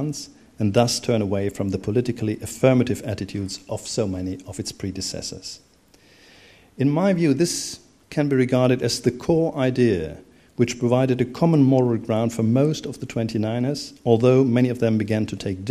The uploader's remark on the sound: Keynote opening lecture given on 8 September 2011 as part of the German History Society Annual General Meeting 2011